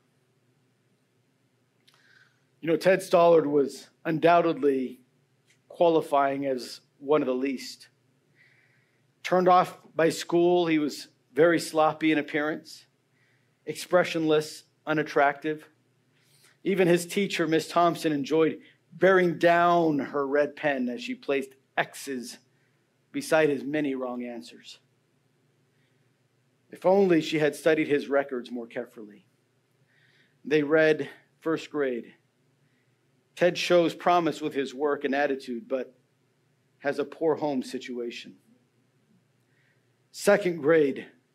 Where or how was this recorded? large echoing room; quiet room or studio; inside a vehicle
large echoing room